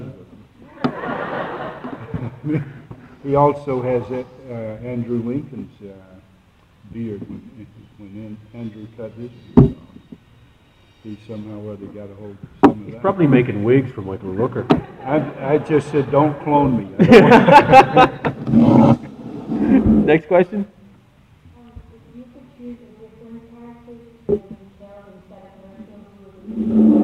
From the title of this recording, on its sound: Panel From Comic Con